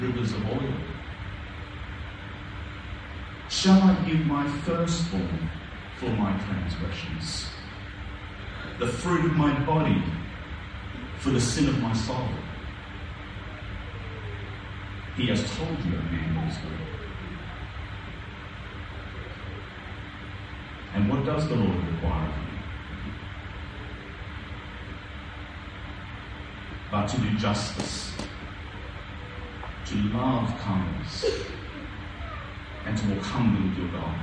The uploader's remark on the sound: A few audio problems this week, but we got there in the end.